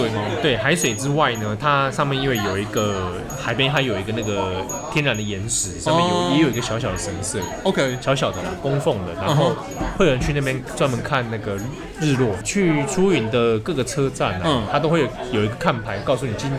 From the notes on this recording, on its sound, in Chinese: 本集白噪音指數：狂風級 5/5。在有可能是耳朵旅行社開播以來最吵的錄音環境中。錄音地點：老樹咖啡。